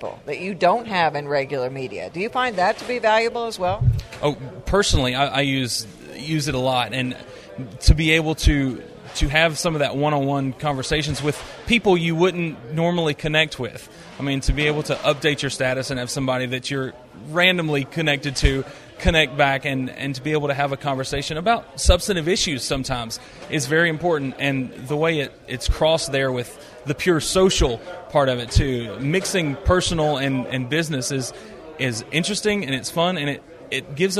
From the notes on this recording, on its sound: A panel discussion at the Southern Peanut Growers Conference